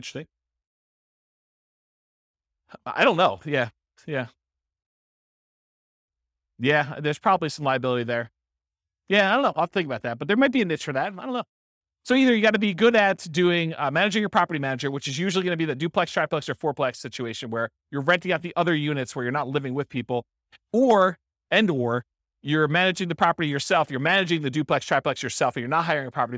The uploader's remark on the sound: This was a live class recorded